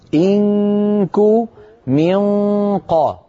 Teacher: النون الساكنة عند الكاف والنون الساكنة عند القاف، فقط هذان الحرفان نذهب إلى مخرجهما مباشرة